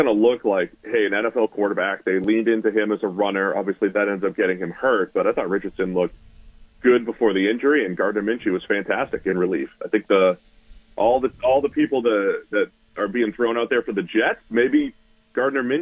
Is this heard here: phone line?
yes